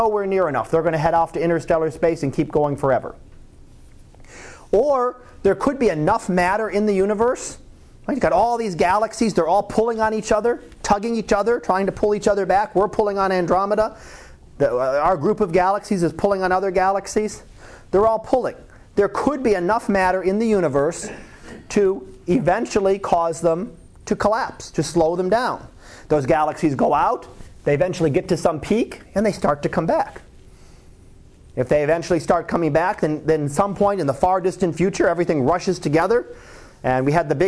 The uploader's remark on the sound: Live Class Lecture